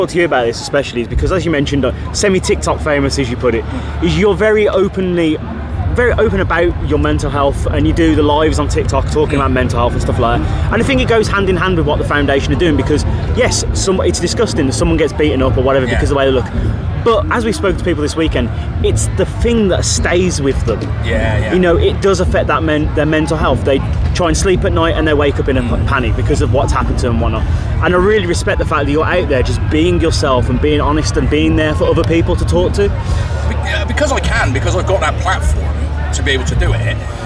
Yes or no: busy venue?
yes